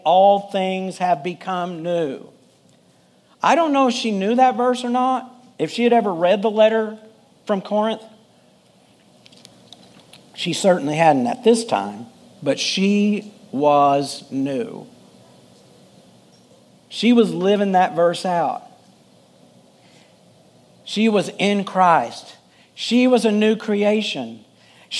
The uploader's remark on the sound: Full Sunday Service